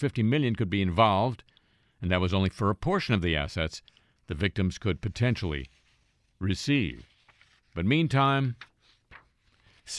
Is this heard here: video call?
no